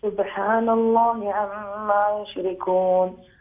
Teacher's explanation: قلقل الباء من سبحان